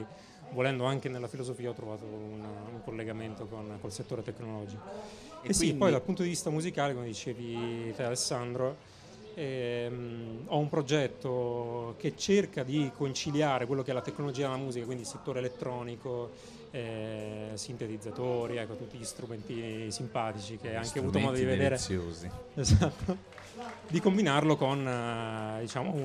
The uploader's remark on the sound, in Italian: PUNTATA SPECIALE DAL FESTIVAL DELL'ECONOMIA 2018!